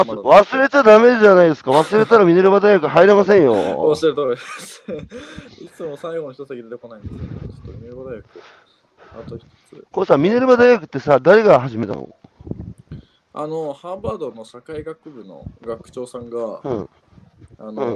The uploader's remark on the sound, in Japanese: 歩きながら1時間、対談する。